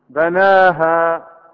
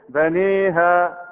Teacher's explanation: بناها، هذا فتح صحيح، بنيها هذه إمالة